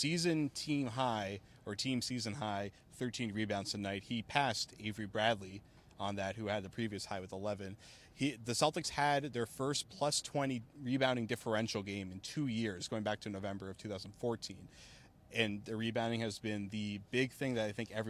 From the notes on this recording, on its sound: Full Report from TD Garden